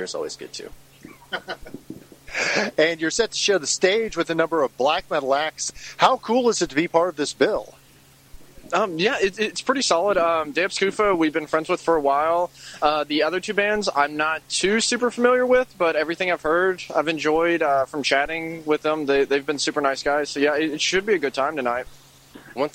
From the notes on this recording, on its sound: interview recorded prior to the band’s performance at Mag Bar in Louisville on August 6, 2017